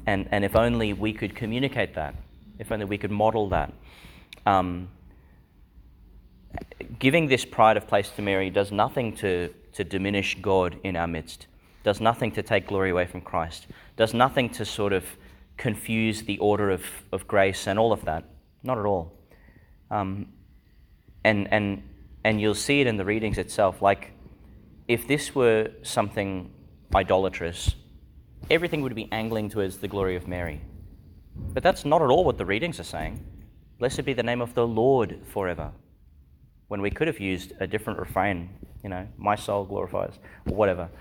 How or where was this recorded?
large echoing room